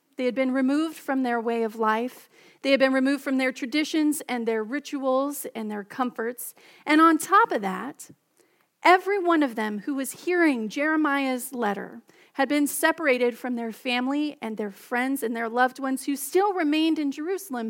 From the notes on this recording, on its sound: Message delivered during the Contemporary Service.